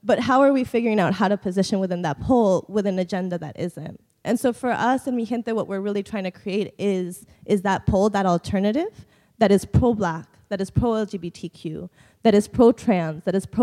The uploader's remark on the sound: Plenary at DWN's 2016 conference